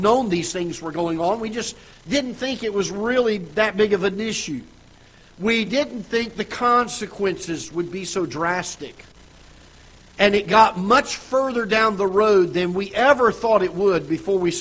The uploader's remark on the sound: Ketha Heights Baptist Church ~ Live Broadcast